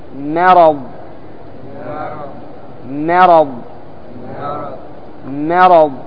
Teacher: لاحظ الميم هنا أيضا مرققة وليها حرف مفخم وهو الراء لأنه مفتوح تعتني هنا بالميم فتنطقها مرققة فتقول مرض ما مرض. · الكلمة الثانية مرض مرض، لاحظ الميم هنا أيضا مرققة وليها حرف مفخم وهو الراء لأنه مفتوح تعتني هنا بالميم فتنطقها مرققة